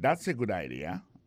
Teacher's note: accent vient de tomber dans la deuxième syllabe